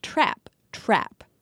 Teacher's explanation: So in the Midland speech region, we say words like trap, trap, with our tongues low in our mouths, trap. And yeah, kind of forward, like close to our teeth